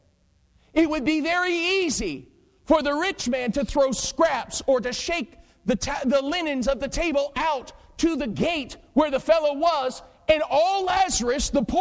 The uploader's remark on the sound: Preached at Pleasantview Baptist Church in Taylors, SC.